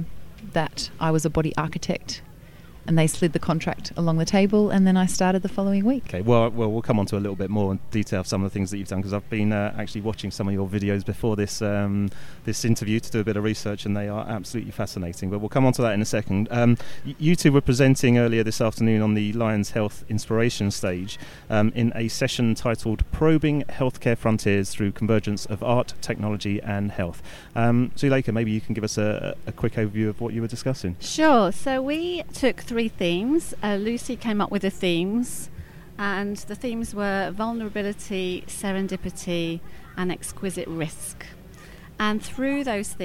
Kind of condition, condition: setting, busy venue